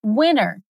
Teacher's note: Essa pronúncia com esse T super rápido, ele é bem típico, principalmente nos Estados Unidos, mas ocorre em outros países também.